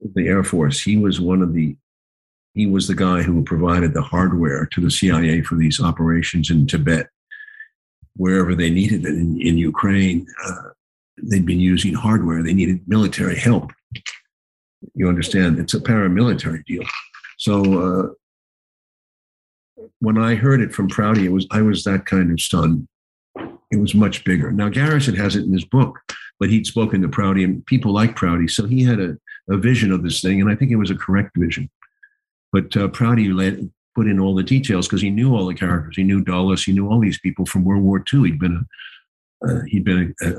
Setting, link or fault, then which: link, video call